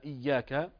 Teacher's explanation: لأن الياء المشددة هنا إياك هي ياءان، فجاء بياء واحدة وترك الثانية فكأنه ترك حرفا من الفاتحة